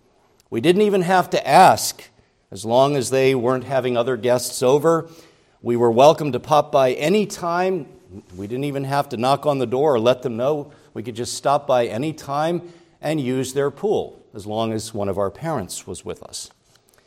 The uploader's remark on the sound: preached at Grace Orthodox Presbyterian Church in Sewickley, PA, during the evening Worship Service on Sunday, April 23, 2023